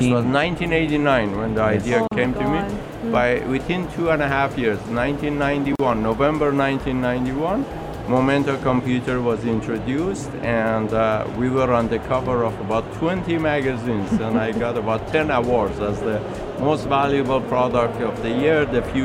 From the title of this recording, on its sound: at the Sharjah Entrepeneurship Festival 2019 (25.11.19)